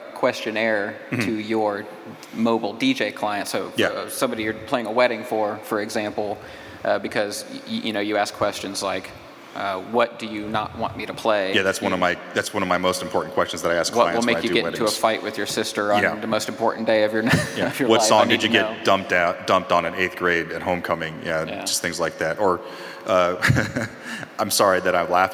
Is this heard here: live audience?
yes